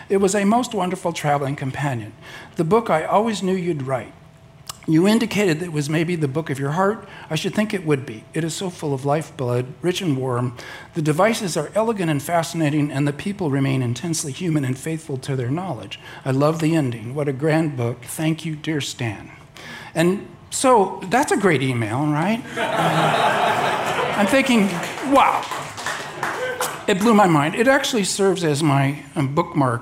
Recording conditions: busy venue